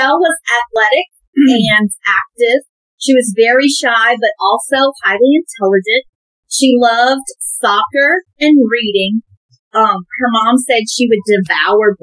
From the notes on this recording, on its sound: Excuse the audio, first timers here, but we promise to get better!